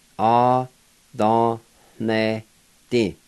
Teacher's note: the N is kind of nasalized, so there's an H sound right before the N